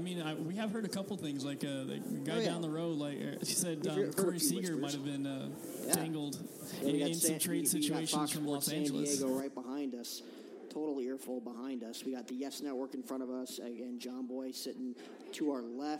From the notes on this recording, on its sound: Day 2 at the MLB Winter Meetings LIVE from San Diego